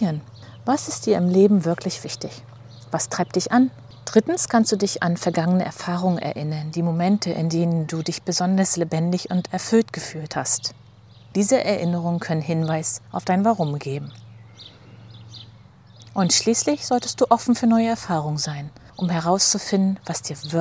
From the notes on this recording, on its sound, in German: Die ich barfuß durch den Garten GEHEND aufgenommen habe. Bitte entschuldige die Nebengeräusche; ich hatte nicht mit Straßenarbeiten, Radladern und Rasenmähern am Montagvormittag gerechnet. Ich denke, das Vogelgezwitscher lenkt ein bisschen von ab.